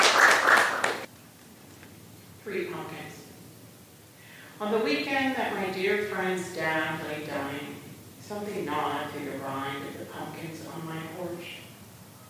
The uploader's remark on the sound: Patagonia San Francisco's Poet Laureate Celebration featured six poets laureate from across the Bay Area. In this two part special feature we present a replay of the live performances.